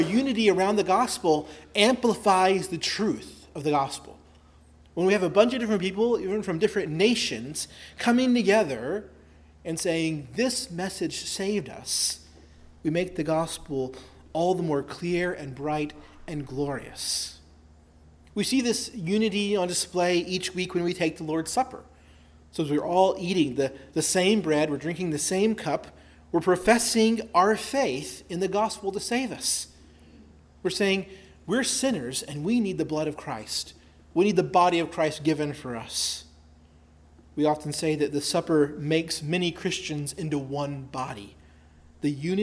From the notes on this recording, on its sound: preached at Christ Our Savior Baptist Church on Sunday, July 16, 2023